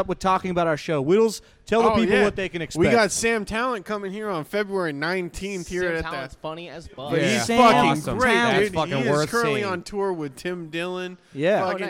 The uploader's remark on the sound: Back at it again Live from the Off The Deep End headquarters -none other than House of Bards! For our Comedy Open Mic night here in Tucson Arizona!